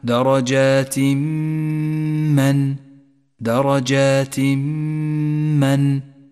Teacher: بعد ذلك لاحظ حكم الإدغام بغنة عند قوله تعالى درجات من، درجات من، التنوين وبعده حرف الميم، الحكم إدغام بغنة، نسقط التنوين من اللفظ